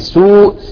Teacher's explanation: أما إذا قلنا مثلا كلمة سوء، شوفوا كيف السين مضمومة، سوء، هيصبح هذا مد طبيعي، مد عادي